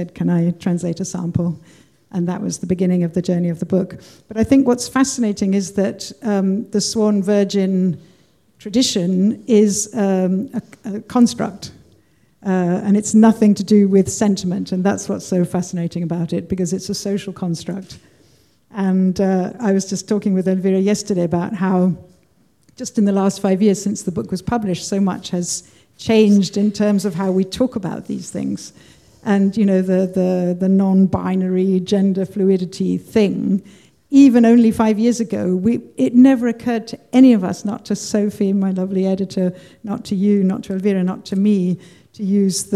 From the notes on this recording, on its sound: this wonderful recording from the BCLT Summer School 2019